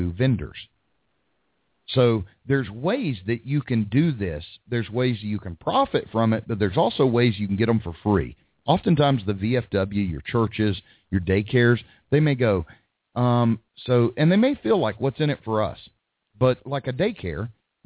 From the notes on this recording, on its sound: Live hot dog vendor and street food vendor call in show.